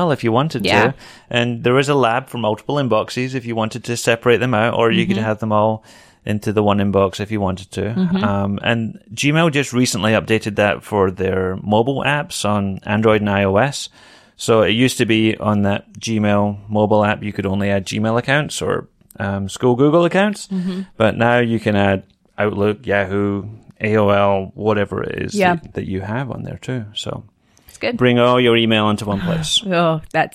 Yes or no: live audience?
no